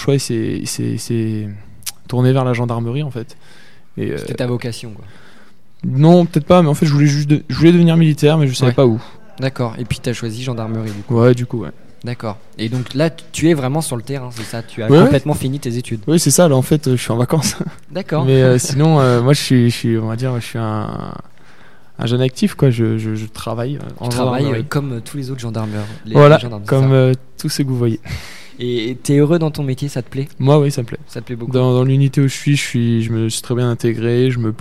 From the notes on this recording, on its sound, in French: Interview réalisée en direct samedi 2 février 2019, lors du Forum de l'orientation du LRB.